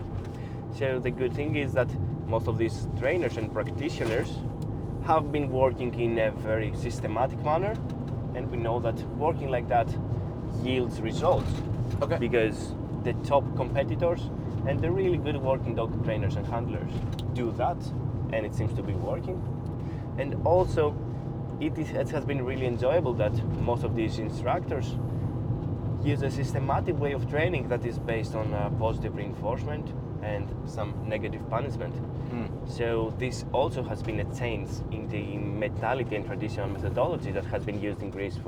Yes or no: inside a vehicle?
yes